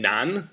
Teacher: And Nan, second tone, means south